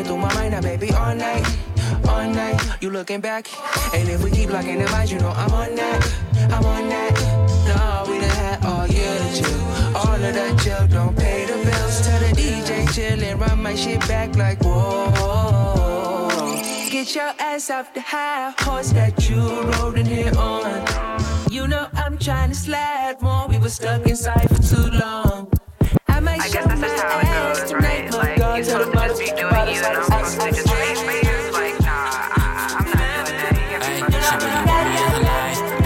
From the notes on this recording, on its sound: This first time though was actually LIVE at a spot in Brooklyn.